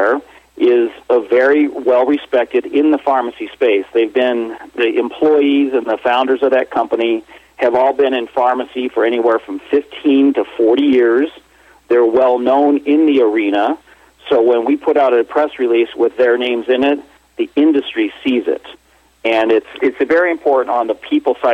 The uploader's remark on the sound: called in to SmallCapVoice